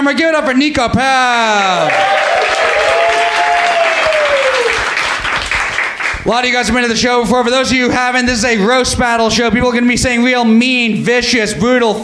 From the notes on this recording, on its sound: Judging Roast Battle live at the Stand!